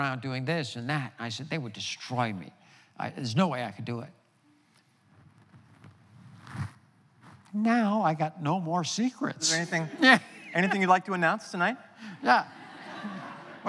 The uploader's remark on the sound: The conversation was recorded on Apr 25, 2017 in front of a live audience at New York's 92nd Street Y.